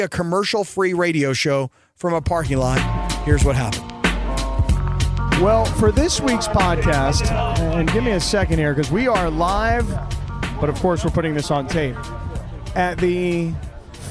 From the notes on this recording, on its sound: took his recording equipment to the Swoopin D tailgate and talked to everyone who stopped by the first ever Fleet game